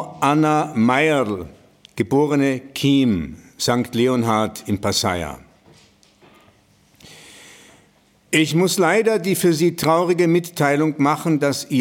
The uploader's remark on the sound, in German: Sie hören den Mitschnitt eines Themenabends von Anfang September in der Villa Schindler in Telfs.